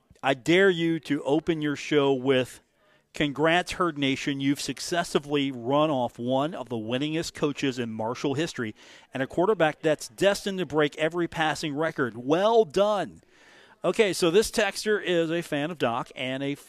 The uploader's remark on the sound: on location at The Union Pub and Grill